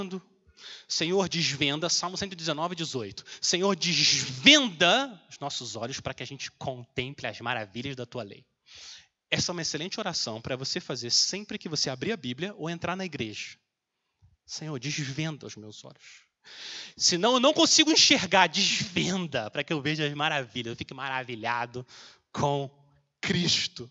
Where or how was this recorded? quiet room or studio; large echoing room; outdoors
large echoing room